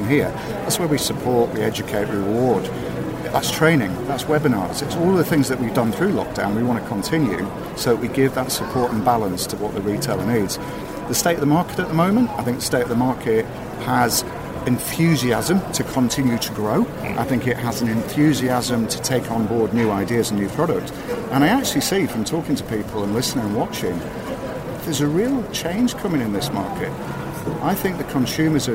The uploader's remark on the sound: This is the first of two special episodes of the show coming to you live from the NEC and kbb Birmingham 2022.